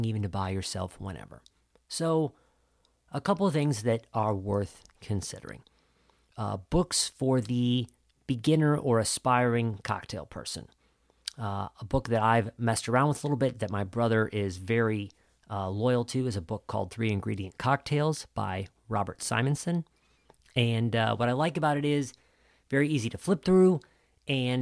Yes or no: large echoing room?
no